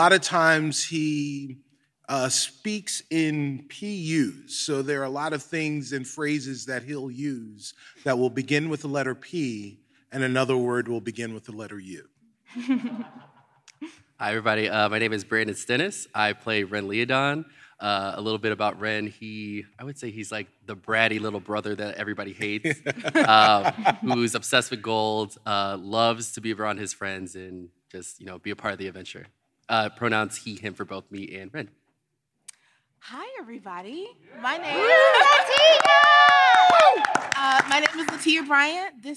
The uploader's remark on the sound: Live From C2E2. Perform live at C2E2 in Chicago!